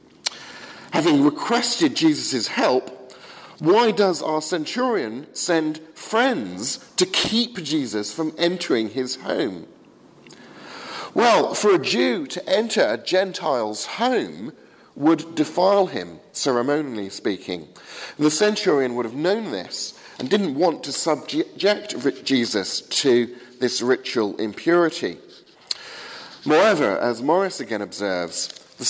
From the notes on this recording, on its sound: Sermon from the 8 am service at Highfield Church, Southampton